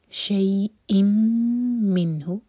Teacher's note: نون پر سکون تو نون پر اظہار کیا جائے گا، یعنی کہ نون کو ہم کلیئر پڑھیں گے